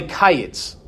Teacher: In the south, they maintained the different sounds of the vowel cluster, right? So they would say kayets.